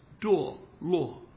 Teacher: Two Chinese characters. Both of them fourth tones